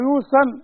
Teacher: الصاد نطلعها صاد واللام ترقق